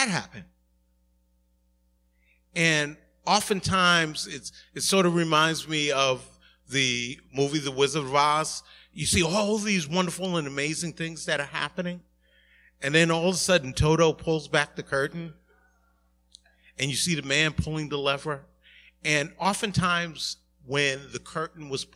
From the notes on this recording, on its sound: Recorded at the 11:30am Service